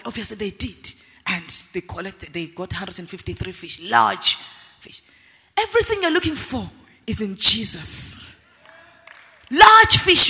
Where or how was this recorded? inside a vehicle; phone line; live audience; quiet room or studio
live audience